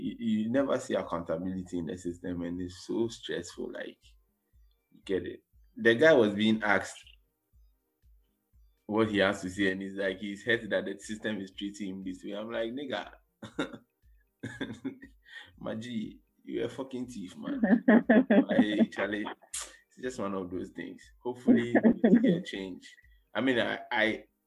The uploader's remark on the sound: Still recording remotely due to COVID